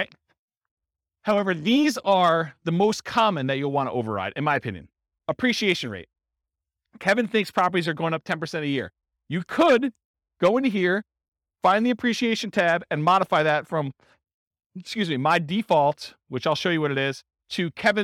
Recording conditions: live audience